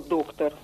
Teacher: слово «доктор», тоже с ударением на первом слоге